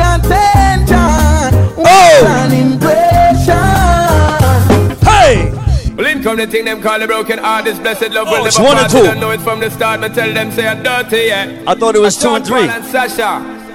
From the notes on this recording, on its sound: LIVE AT VENU IN BOSTON.